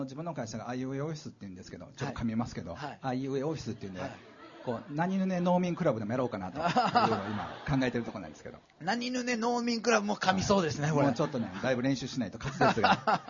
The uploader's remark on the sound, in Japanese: 公開収録イベント。TSUTAYA TOKYO ROPPONGIにて開催しました。